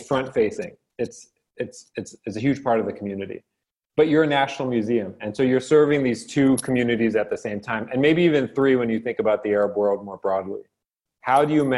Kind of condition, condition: link, video call